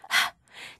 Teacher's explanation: h 소리는 h, 저 h 아니고 바람 소리처럼 h